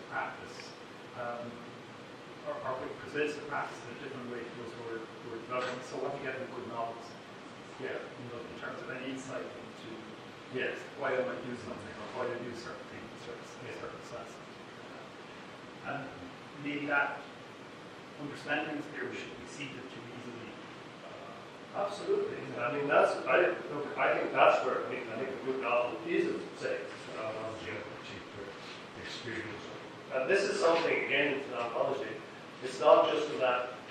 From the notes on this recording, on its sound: This ‘from the archives’ recording is the second part of the keynote from “ Triangular Conference 2008”. The talk was recorded in-person with a live audience. In the UCD Lochlann Quinn Undergraduate School of Business, Belfield, Dublin, Ireland.